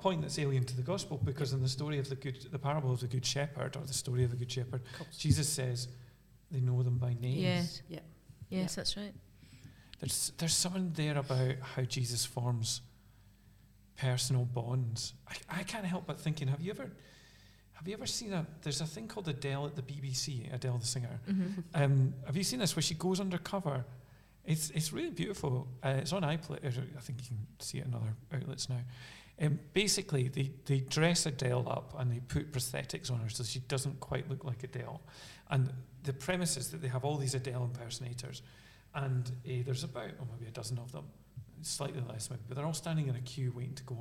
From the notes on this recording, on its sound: Are together in Aberfeldy. This episode was recorded in Aberfeldy Church of Scotland.